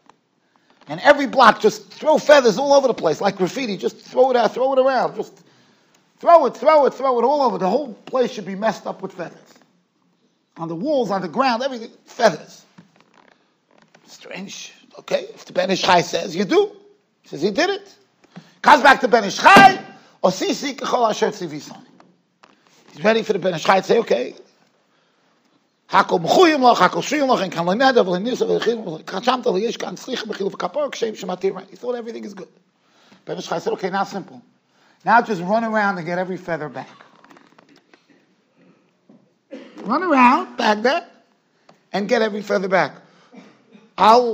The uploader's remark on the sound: Shiur recorded in Yeshivas Ohr Reuven, Monsey NY.